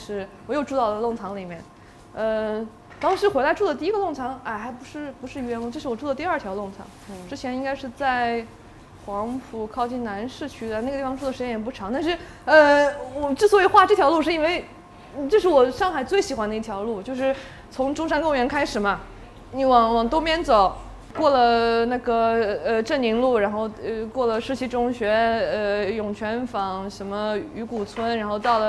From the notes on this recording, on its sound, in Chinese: 在上海的跳海酒馆面对面聊了很多她满世界跑，满世界画画的故事。现场的朋友也带来了很多精彩的问题。由于我们缺乏经验，后半段精彩的问答没录上。这段录音没录上，请见谅。这里开始录音机没电了，没录到清晰的声音。